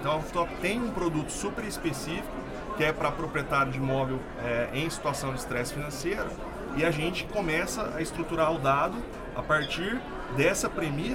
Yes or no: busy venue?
yes